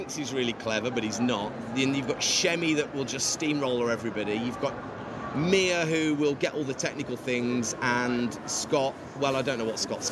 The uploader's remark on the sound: All recorded at the consumer shows in Birmingham and London, and at trade networking event LISTEX. All recorded at the consumer shows in Birmingham and London, and at trade networking event LISTEX.